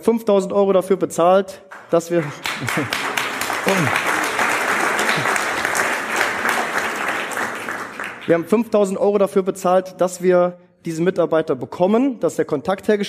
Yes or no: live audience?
yes